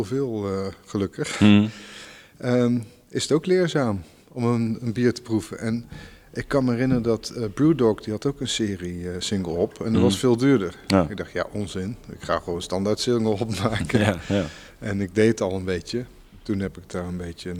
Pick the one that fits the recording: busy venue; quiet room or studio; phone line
busy venue